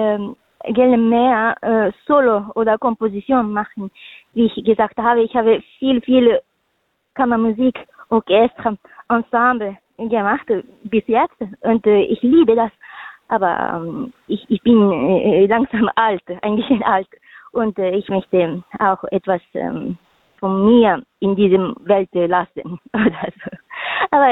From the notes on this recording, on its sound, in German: Für aktuelle Infos rund um die GIGs werden die Musiker und Künstler per Telefon direkt in die Sendung zum (Live-)Interview hinzu geschaltet.